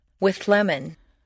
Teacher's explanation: the TH moves back and the L moves forward to meet in a new middle position. · Term: composite sound